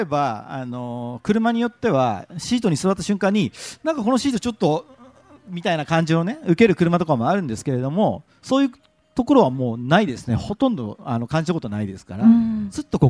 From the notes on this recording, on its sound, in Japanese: ル・ボラン カーズミート 公開収録。毎年恒例のヨコハマ赤レンガ倉庫前広場で開催される、「ル・ボラン カーズミート」。今年も公開収録を行ないました。当日は、たくさんの人が来場してくれて、とてもテンション上がりました。